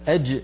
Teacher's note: الجيم الله يسلمك من وسط اللسان